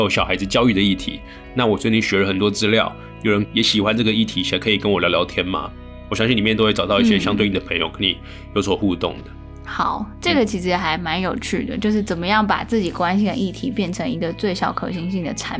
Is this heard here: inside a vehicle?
no